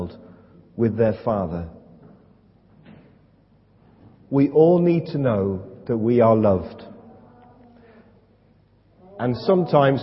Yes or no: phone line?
no